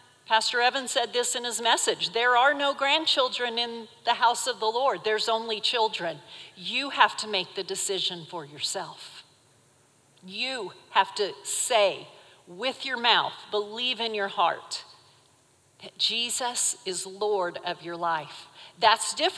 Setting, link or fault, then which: setting, large echoing room